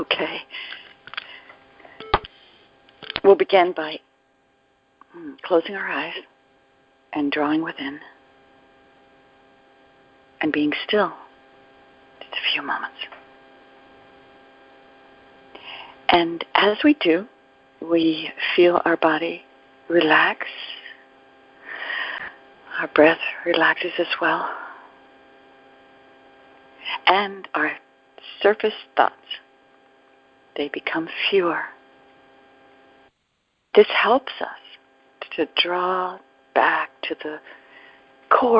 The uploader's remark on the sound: ACIM Daily TEXT Conference Call.